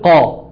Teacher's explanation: حرف القاف مثلا انت بتقول قا قا، فانت رققت وهو اصلا مفخم في الفتح فتقول قا. طب مع الكسر بياخد اقل مراتب التفخيم، مراتب التفخيم عندنا خمسه، اقلهم الكسر، فبتقول قي.